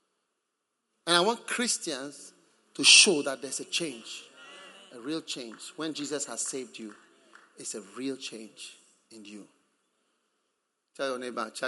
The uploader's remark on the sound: Preached at the Prophetic Encounter Service.